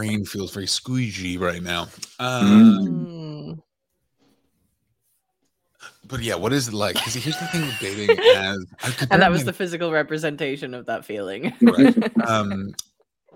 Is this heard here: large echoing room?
no